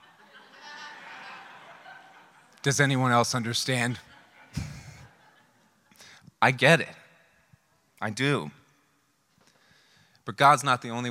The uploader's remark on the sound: This speech was one of the most requested recordings from the event without a dry eye in the place.